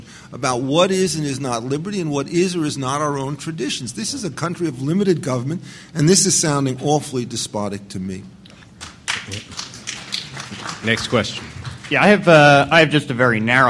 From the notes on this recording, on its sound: Presented this panel discussion at the 2006 Annual National Lawyers Convention on November 17, 2006. The Federalist Society's Federalism & Separation of Powers Practice Group presented this panel discussion at the 2006 Annual National Lawyers Convention.